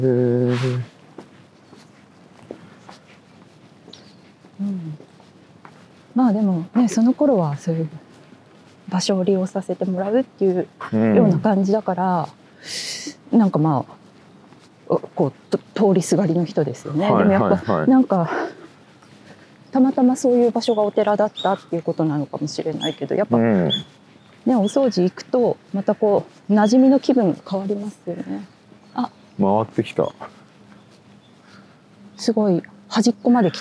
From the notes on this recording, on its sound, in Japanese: 誰かと散歩しながら収録しております。駒場東大前から日本民藝館まで散歩しながらおしゃべり。